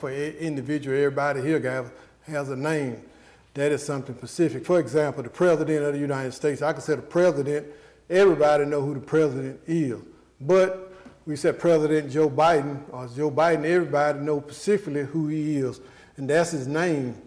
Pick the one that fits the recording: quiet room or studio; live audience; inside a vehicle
live audience